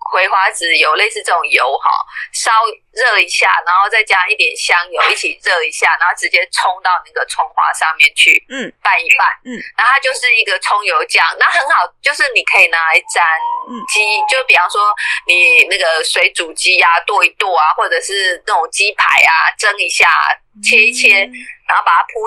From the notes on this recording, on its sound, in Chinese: 本集音質小不佳